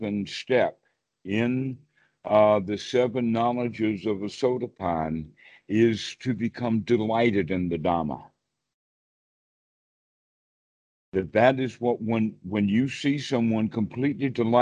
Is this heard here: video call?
yes